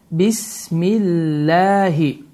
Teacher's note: Əgər Allah sözündən əvvəlki hərfin hərəkəsi kəsrə olarsa, yəni i olarsa, bu zaman Allah sözü incə formada oxunar.